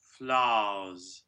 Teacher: So we almost skip the schwa. Almost. It's just a tiny little thing, maybe.